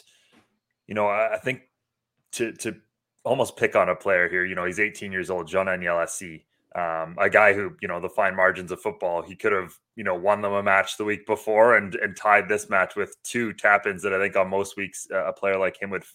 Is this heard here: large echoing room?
no